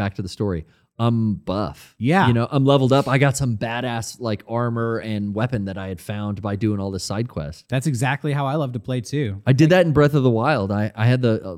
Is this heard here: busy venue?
no